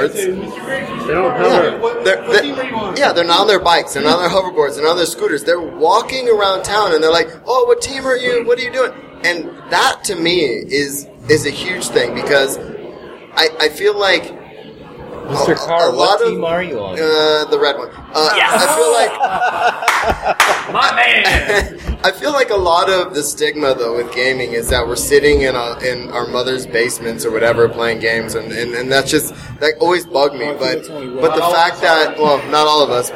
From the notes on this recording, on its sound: This special episode was recorded at Mission Brewing Company during San Diego Comic-Con! Was recorded in a loud environment with people talking over each other and picking frosty beverages up and down.